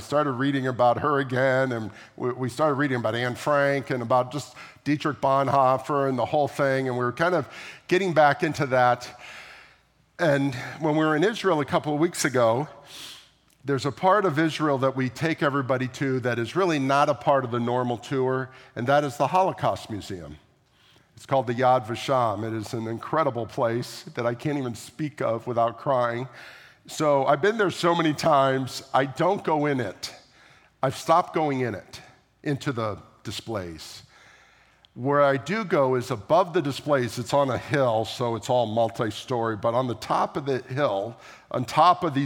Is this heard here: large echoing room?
yes